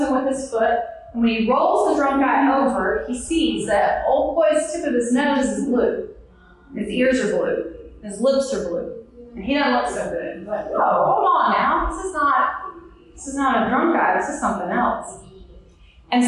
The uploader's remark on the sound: Originally presented this lecture live, in front of an audience at the excellent Southeastern Seaboard Symposium in Myrtle Beach, South Carolina.